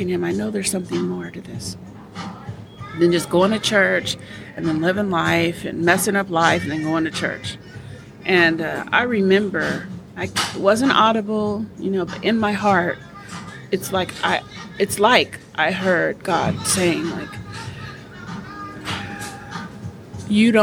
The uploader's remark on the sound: This podcast was recorded at the Wing-Stop on Greenspot Road in Highland California.